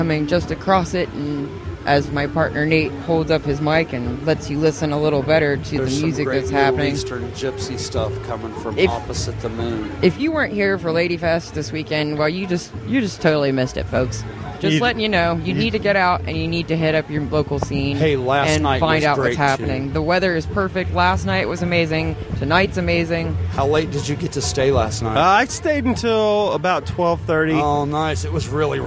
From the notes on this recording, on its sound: I recorded this podcast on location at Ladyfest Dayton 2015. At the Old Yellow Cab building on 700 E 4th St, Dayton, Ohio 45402.